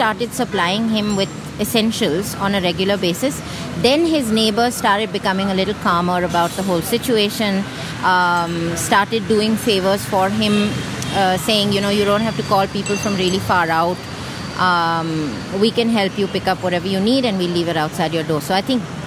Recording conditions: sounds in the background